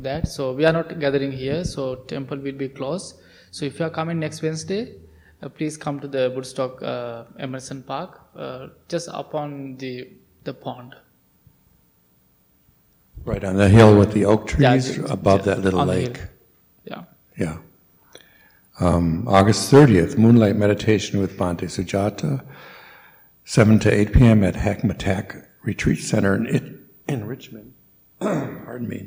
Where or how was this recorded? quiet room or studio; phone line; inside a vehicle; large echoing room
large echoing room